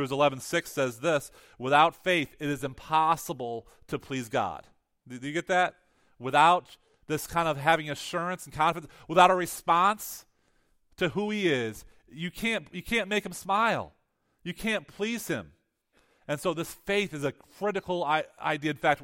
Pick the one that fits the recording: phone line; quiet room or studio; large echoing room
large echoing room